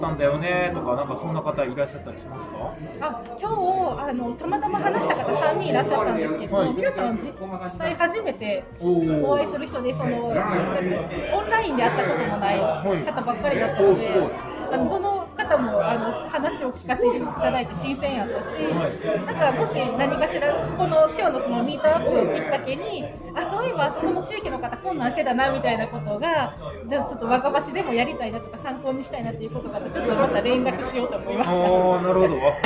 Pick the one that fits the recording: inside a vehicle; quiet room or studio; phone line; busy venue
busy venue